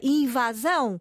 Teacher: O seu acento tónico está na última sílaba